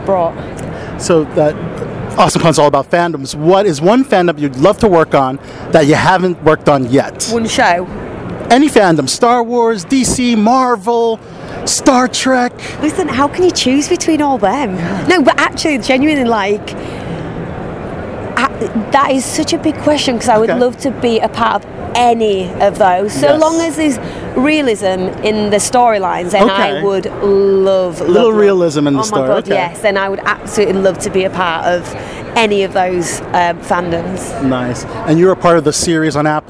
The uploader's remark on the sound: our final interview from Awesome Con in Washington DC